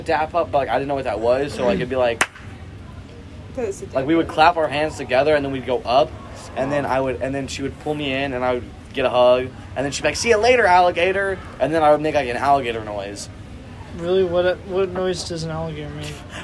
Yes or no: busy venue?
yes